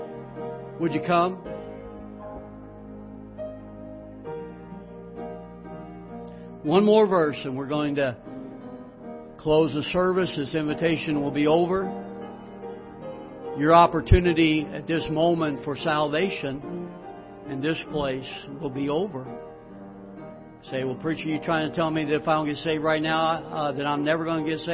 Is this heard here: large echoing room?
yes